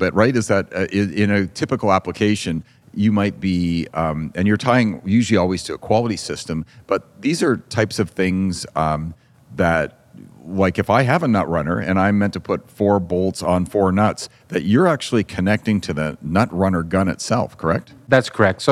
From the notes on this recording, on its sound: We recorded this podcast at the ADM Advanced Design Manufacturing Toronto 2023 show.